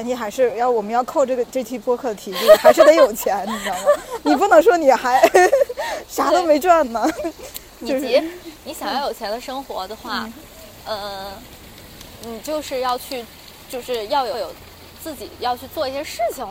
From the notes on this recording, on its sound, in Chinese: 本期是记录了圣地亚哥海边遛弯儿的实时感受，以及圣地亚哥机场背景音的，轻松幽默的一期对谈。如果背景音过于嘈杂引发不适，只能期待大家多包容啦。圣地亚哥海边边走边聊。